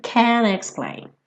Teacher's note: Comeu o T totalmente, tá? Não é can't explain, can explain.